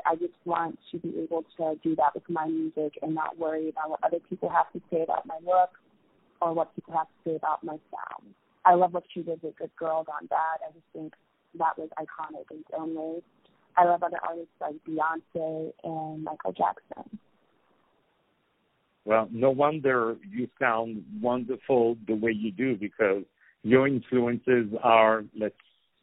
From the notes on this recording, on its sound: On the phone